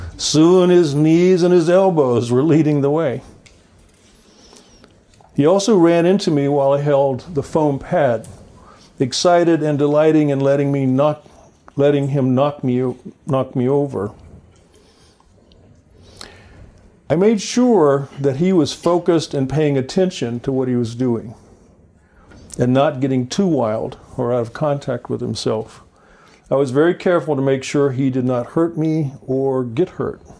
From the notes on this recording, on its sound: Listen in on a highlight of the audience discussion following the presentation.